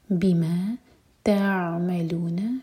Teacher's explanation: عین ساکن پر تھوڑا ٹائم دیں تاکہ قلقلہ نہ ہو